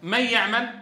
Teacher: إذن في الإدغام بغنة من يعمل، النون الساكنة هذه تحولت إلى ياء ساكنة، ونتيجة الإدغام تصاحبها غنة مطولة